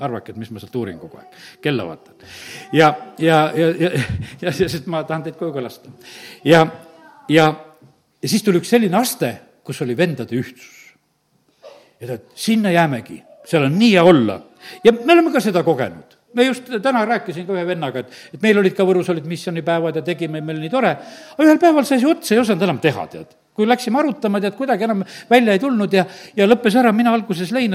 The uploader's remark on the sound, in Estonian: Audio salvestus koosolekult